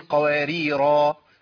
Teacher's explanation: طب أقف عليها أقف بإثبات الألف